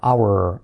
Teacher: esta palabra, la H no se pronuncia